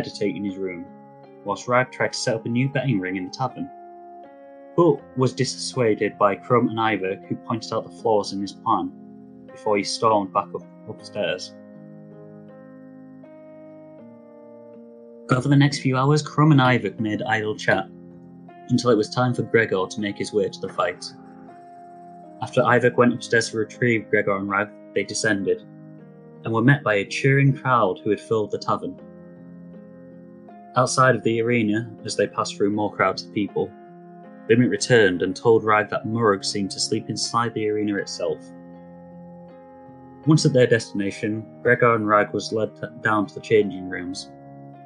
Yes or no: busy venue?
no